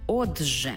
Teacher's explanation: «Т» і «жи» утворюється «джи».